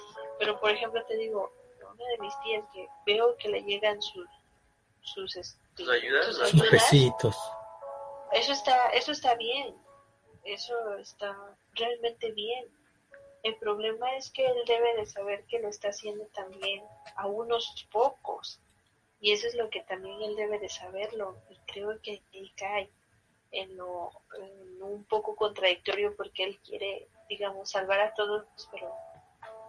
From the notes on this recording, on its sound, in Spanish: Este episodio fue grabado en vivo por facebook live.